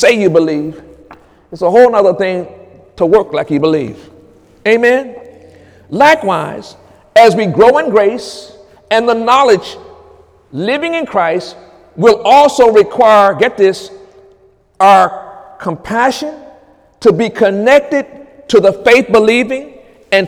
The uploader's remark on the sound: During Sunday morning service